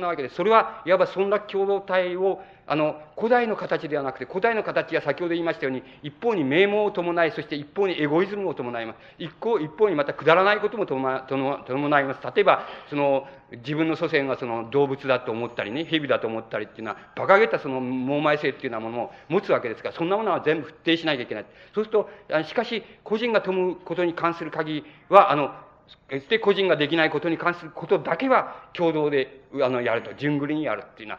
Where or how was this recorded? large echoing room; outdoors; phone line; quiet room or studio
large echoing room